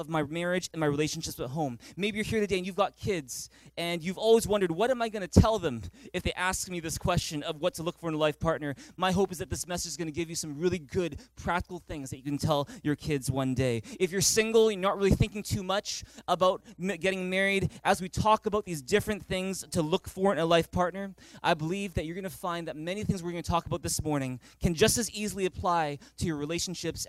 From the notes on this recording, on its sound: Recorded on May 26, 2019 at THRIVE Church Vancouver, Canada